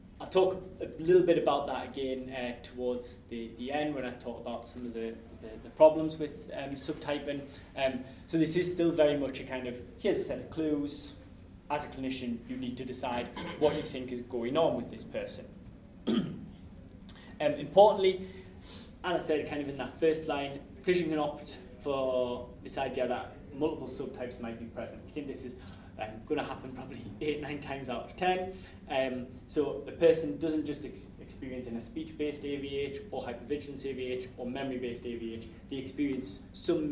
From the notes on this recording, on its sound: This podcast was recorded on Thursday 12 March 2015 as part of the Hearing the Voice Lecture Series.